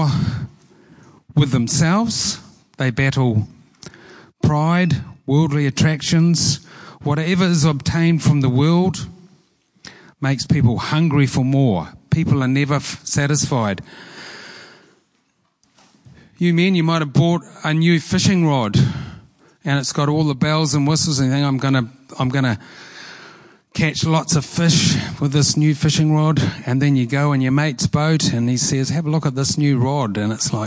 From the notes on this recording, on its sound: Preached at Horsham Downs on 13/08/23